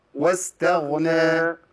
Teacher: خلص التاء طبعا عشان ما تبقاش طاء